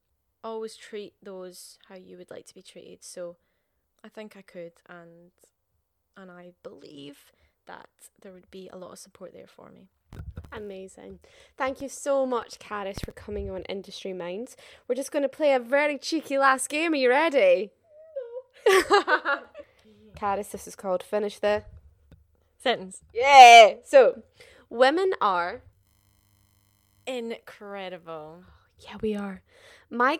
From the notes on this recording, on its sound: We apologise for the inconsistency of the sound quality in this episode.